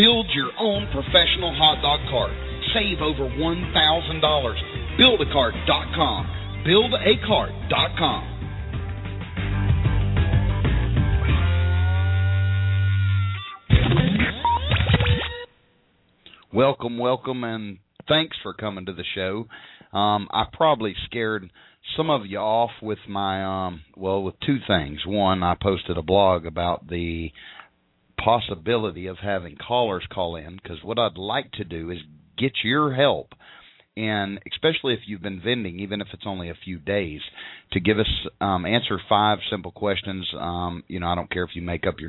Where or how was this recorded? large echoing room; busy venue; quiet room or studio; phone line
phone line